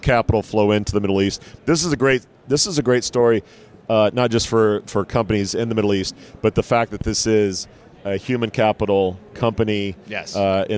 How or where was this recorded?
busy venue